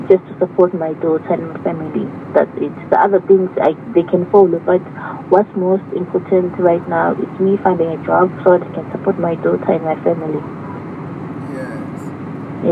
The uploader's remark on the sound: healing over the phone